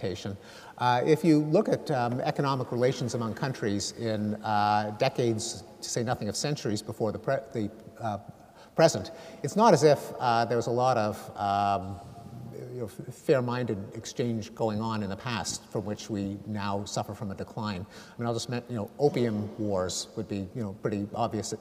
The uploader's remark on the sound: Recorded on Wednesday 29 May 2013 at McEwan Hall, the University of Edinburgh.